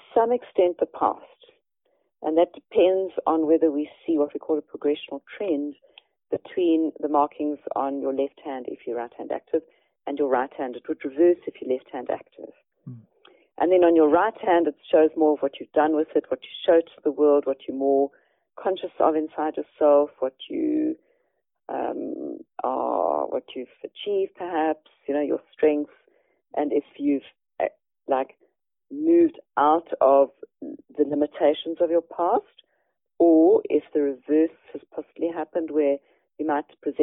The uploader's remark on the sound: Eavesdrop on a telephone conversation